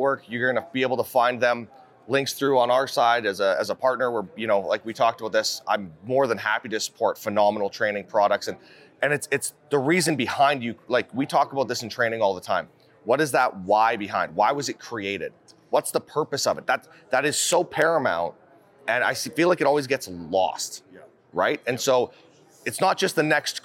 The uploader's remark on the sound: At the 2022 SHOT Show Conference